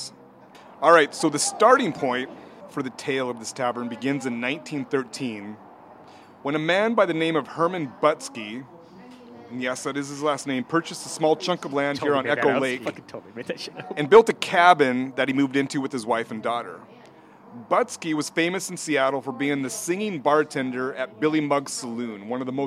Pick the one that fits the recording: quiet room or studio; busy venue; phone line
busy venue